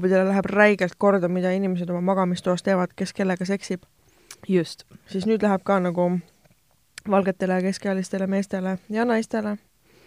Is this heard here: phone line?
no